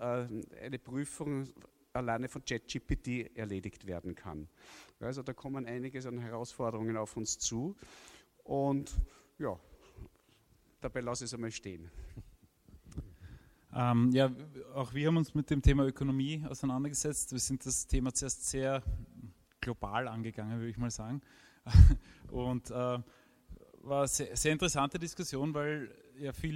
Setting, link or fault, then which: setting, live audience